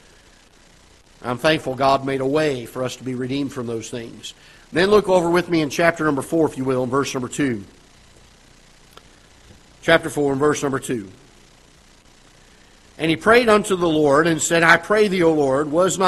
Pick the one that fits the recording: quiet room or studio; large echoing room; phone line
large echoing room